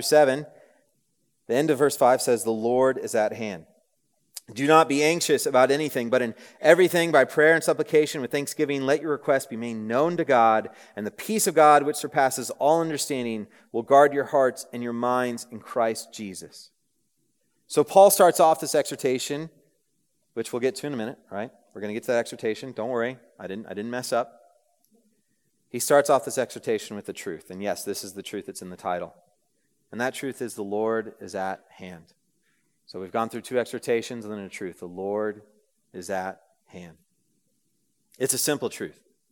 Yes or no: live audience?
yes